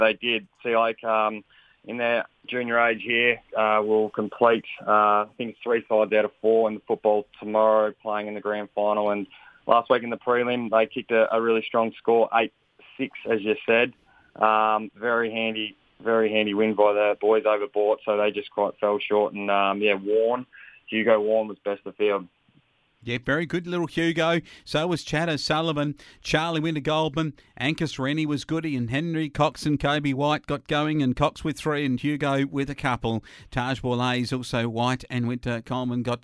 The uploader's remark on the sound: Phoned in to report. On this week's Flow Friday Sports Show.